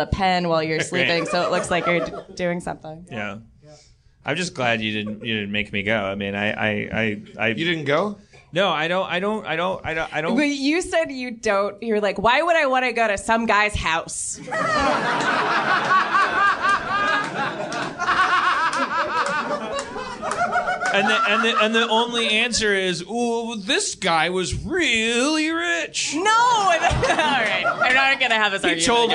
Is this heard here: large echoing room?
no